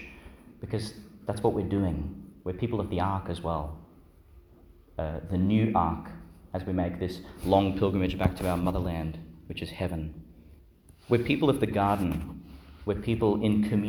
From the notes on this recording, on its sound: Homily for the Solemnity of Pentecost, 2022, delivered in Our Lady to Star of the Sea, Qld.